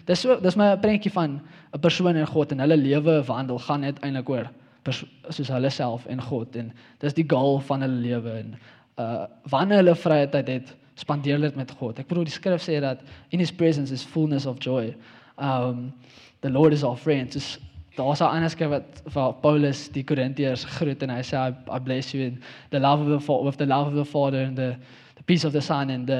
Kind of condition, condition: setting, large echoing room